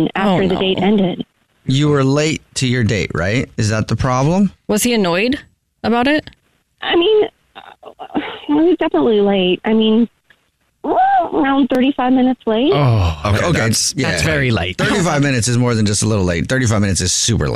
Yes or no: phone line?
yes